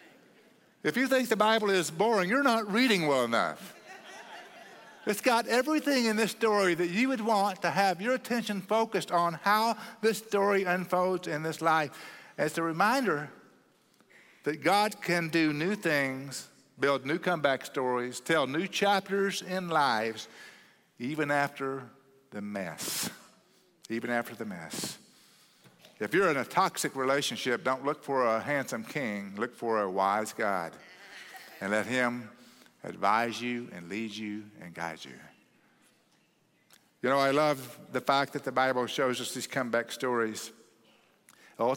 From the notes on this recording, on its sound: at Cross City Church in Euless, TX on May 14, 2023